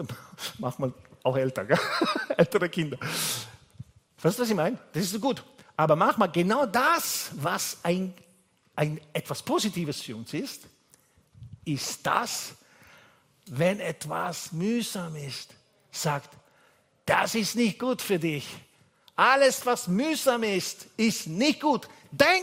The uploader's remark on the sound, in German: Gottesdienst live aus der LIFE Church Wien